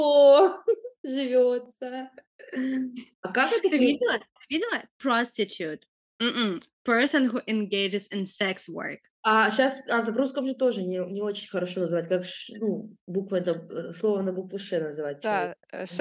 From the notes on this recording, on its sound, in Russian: Disclaimer: первый блин комом, звук шалит.